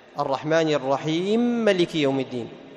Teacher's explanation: يسكن الميم الأولى ثم يدغمها في الميم الثانية · Term: إدغام كبير